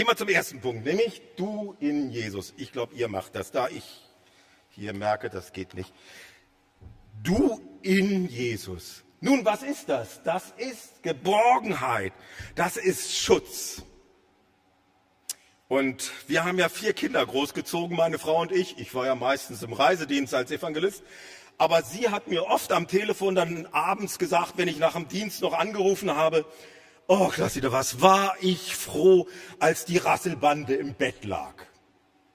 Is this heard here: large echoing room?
yes